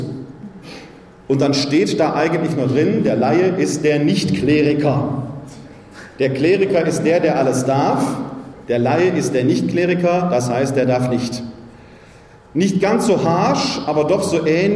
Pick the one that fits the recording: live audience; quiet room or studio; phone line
live audience